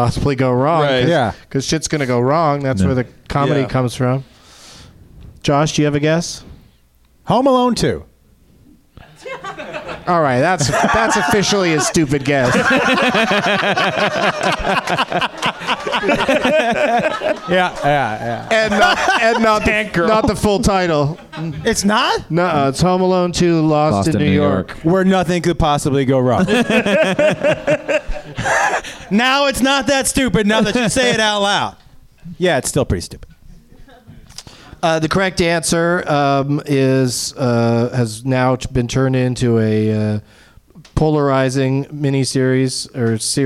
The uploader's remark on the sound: Live from the NerdMelt Showroom.